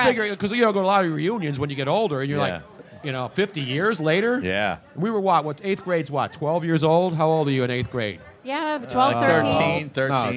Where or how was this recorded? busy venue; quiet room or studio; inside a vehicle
busy venue